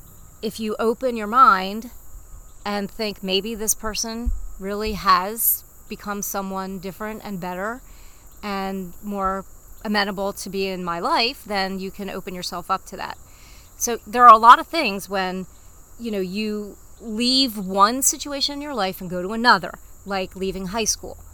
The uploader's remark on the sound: My mom and I love to have coffee chats where we sit outside on our deck and talk about life.